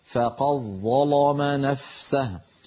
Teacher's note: يفخم اللام لمجاورتها للظاء ويدغم دال قد في الظاء بعدها